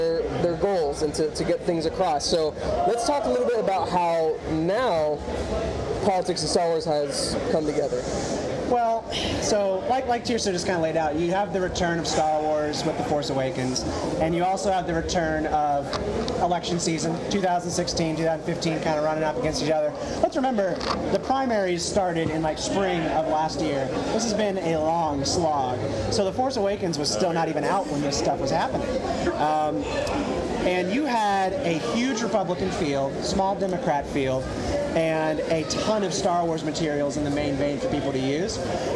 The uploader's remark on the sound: We had the privilege of visiting Richmond, VA for Virginia Comic Con, to do a panel titled "Star Wars Goes to Washington". We captured the live audio to give you a glimpse inside the panel.